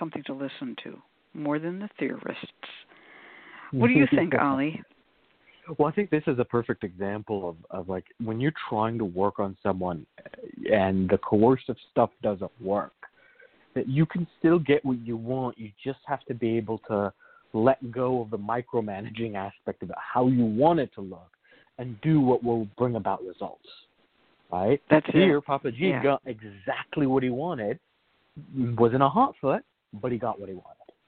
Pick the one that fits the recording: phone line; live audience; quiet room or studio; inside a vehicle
phone line